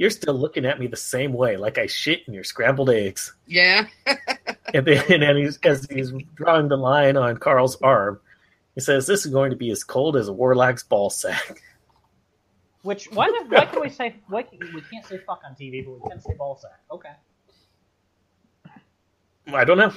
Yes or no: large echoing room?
no